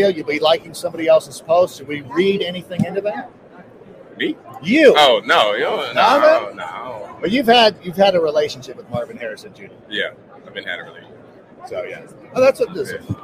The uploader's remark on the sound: Live From Super Bowl LVIII